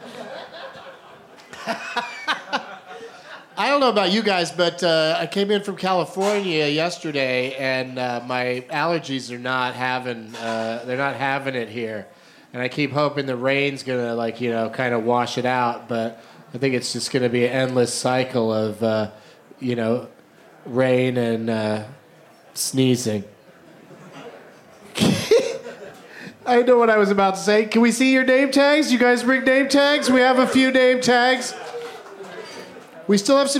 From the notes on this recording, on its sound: Live from The Highball at Fantastic Fest in Austin